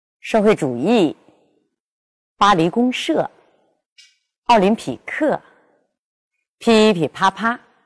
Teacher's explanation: 我们要把它处理成中轻中重。哎，重音在第四个音节上